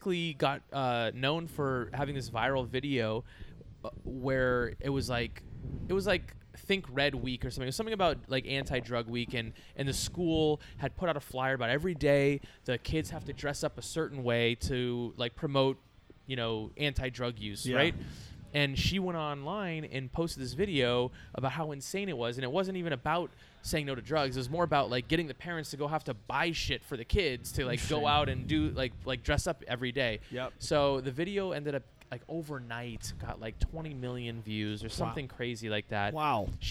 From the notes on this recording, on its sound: Live from 14 Cannons. Brewery. Losangeles.